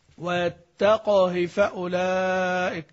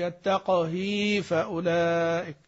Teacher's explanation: ويقال له أيضا في هذا الباب يقال له الاختلاس، يقال له الاختلاس، يعني أتيت بكسرة، ليس المقصود هنا أنك كسرة نص كسرة لا، ولا تلت كسرة لا، أنت أتيت بكسرة لكن لم تشبع هذه الكسرة حتى تتولد إيه ياء · Shown in: first take · قلت إيه ويتقه فأولئك، قلتش يتقه فأولئك.